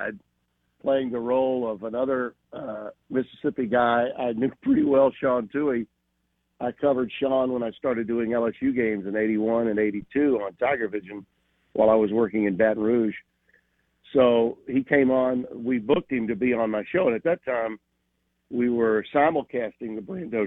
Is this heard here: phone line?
yes